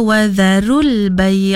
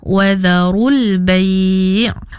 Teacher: Kalau kita baca wadharul bay', jadi nipis kan, jadinya kurang tepat. Yang betulnya kita baca kena ditebalkan kerana ra yang berbaris dhammah · Shown in: second take